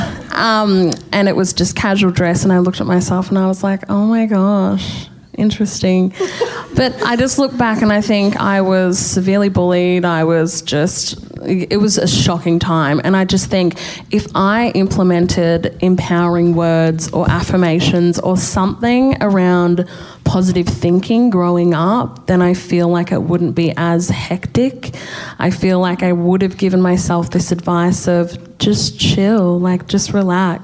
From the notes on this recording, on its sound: Our first KIC POD LIVE. KIC Pod's first ever live recording.